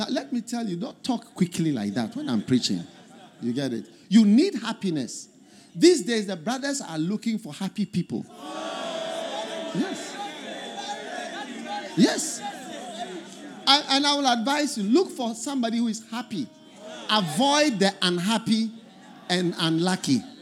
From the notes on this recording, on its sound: Preached At The First Love Centre, Accra